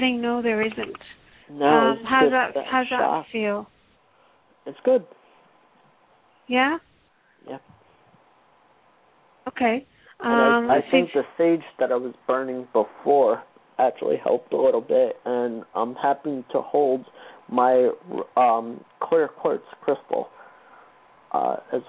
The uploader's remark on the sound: Takes your calls for healing live today!